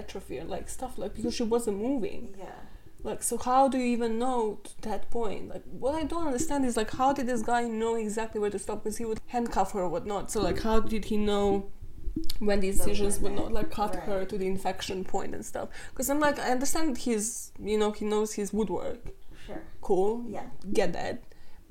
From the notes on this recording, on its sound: Apologies for the mic hitting everything - the excitement of having a co-host was real!